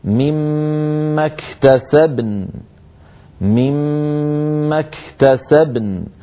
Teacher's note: أيضا لما وقفنا في الآية 32 على قوله تعالى وللنساء نصيب مما اكتسبن، هنا عند الوقف اجتمع ساكنان الباء والنون، فيجب أن نبين الباء مقلقلة وأن نعطي النون حقها من السكون والغنة، هكذا مما اكتسبن مما اكتسبن، فنبين الباء ساكنة والنون مغنونة بالقدر الذي بينته.